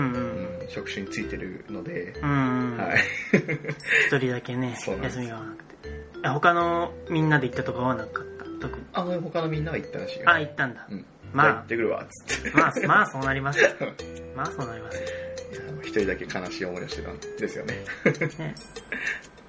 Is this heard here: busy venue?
no